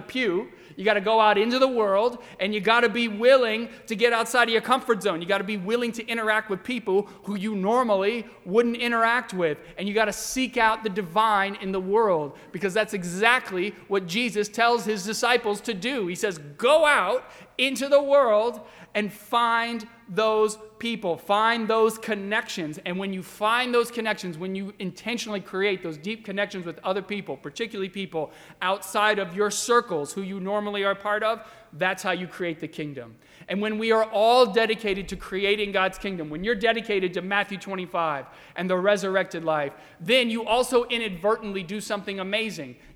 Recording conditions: large echoing room